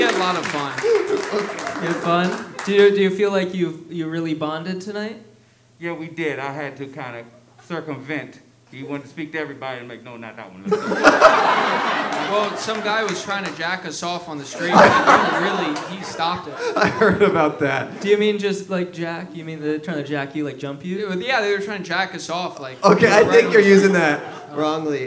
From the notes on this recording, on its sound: PBO Live in Oakland! A high school teacher reuniting with FOUR of her former students LIVE.